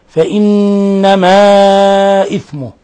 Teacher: قوله تعالى فمن بدله، هذا مثال آخر للإقلاب، نون ساكنة جاء بعدها حرف الباء فقلبت النون الساكنة عند الباء ميما مخفى، فمن بدله بعدما سمعه فإنما، نون مشددة تغن مقدار حركتين، فإنما إثمه.